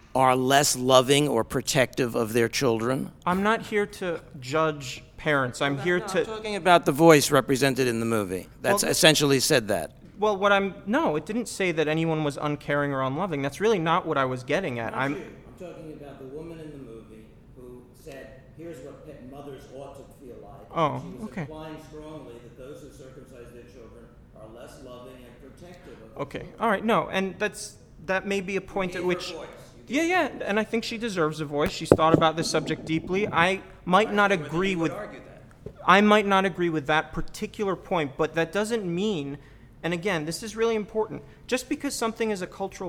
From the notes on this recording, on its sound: This is a recording of the discussion that followed a special screening.